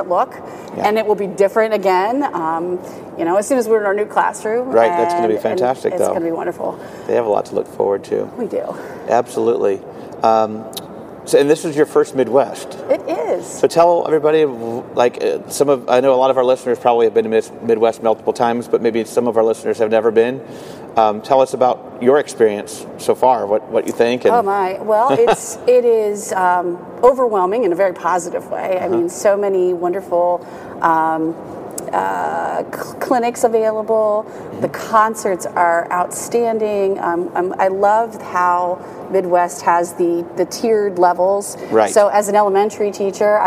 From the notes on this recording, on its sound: Live from the Midwest Clinic in Chicago!